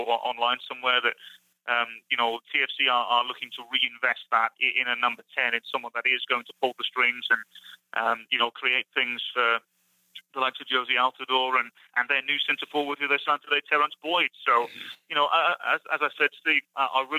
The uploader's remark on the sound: A Phone Call. Over the phone as the team continues its preseason in Tucson. The audio quality is not great.